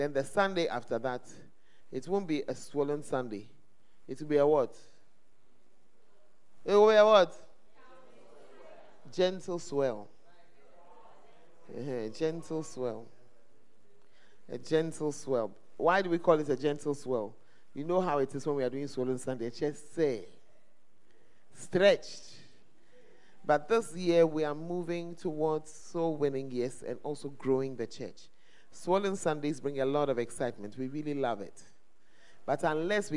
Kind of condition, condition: setting, live audience